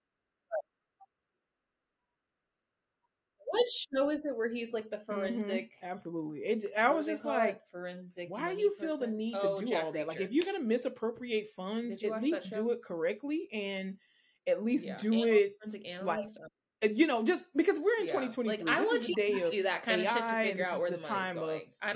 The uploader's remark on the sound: Please forgive any technical difficulties in this episode as we tried our absolute best to bring you quality audio and video.